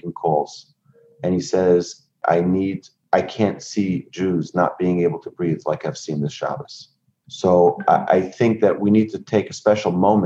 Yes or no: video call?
yes